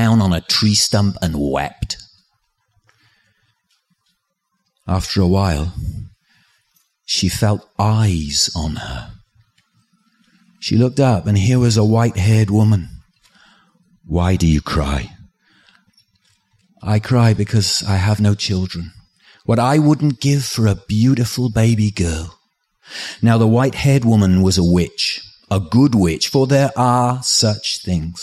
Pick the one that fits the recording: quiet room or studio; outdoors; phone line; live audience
live audience